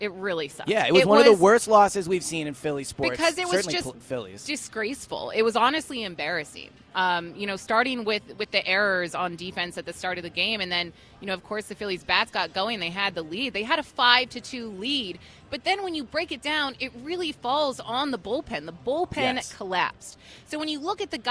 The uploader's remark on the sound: live at Parx Casino